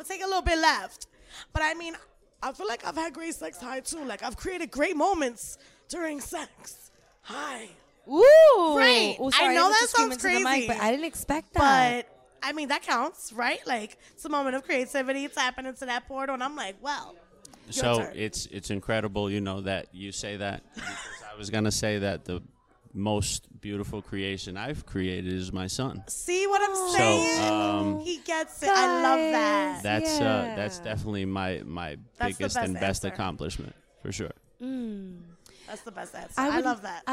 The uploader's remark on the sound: we are Lit Latinos Out Loud LIVE from the Garden State of Mind “Light-N-Wick” cannabis candle-making event